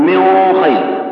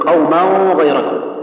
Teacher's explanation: يعني الهمزة والهاء بعيدة في أقصى الحلق، بينما الغين والخاء في أدنى الحلق · Term: أخفاها